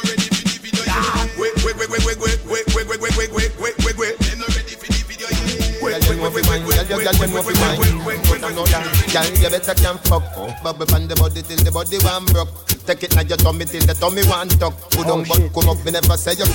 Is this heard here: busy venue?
yes